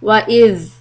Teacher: When you see a sukoon on the letter ذَال Make sure that the tip of the tongue comes out and you also hold the sound just a fraction. Wa'idh. Otherwise, it can become wa'idh and you could end up with a qalqala.